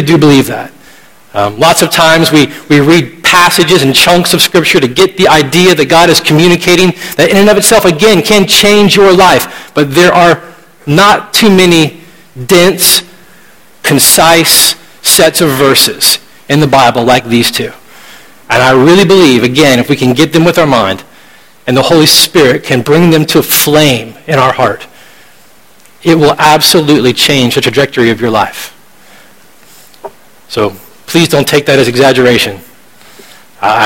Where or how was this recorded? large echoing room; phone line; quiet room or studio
large echoing room